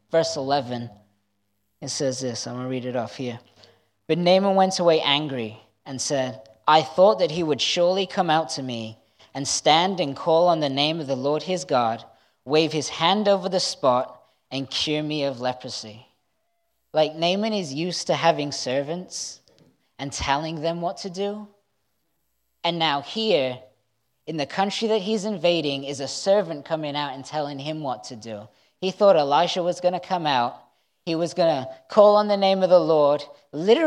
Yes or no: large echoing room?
yes